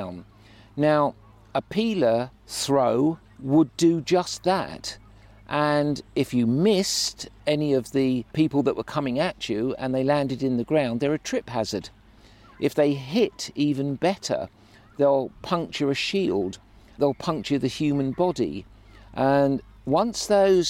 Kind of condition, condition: setting, busy venue